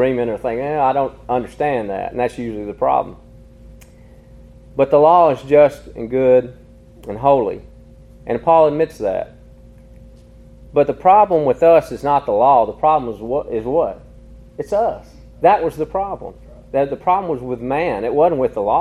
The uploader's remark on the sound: Recorded in an afternoon service at Harmony PBC.